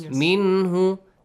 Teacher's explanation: Here, Noon Sakin, but we clearly read it. It's different from إخفاء. · Term: إظهار